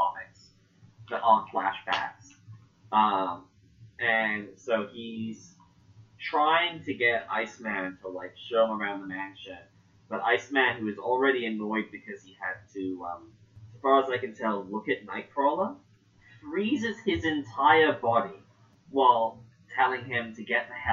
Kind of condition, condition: fault, poor sound quality